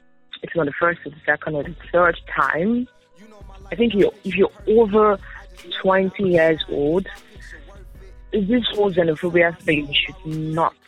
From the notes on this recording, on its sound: on a conference call with two guests